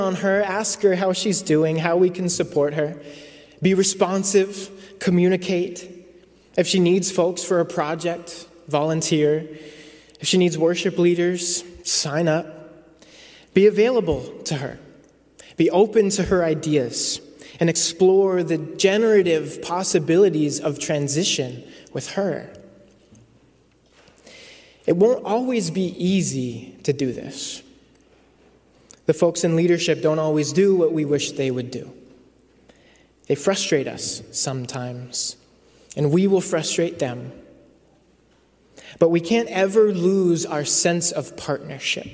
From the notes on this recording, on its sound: Preached at The First Presbyterian Church of Brooklyn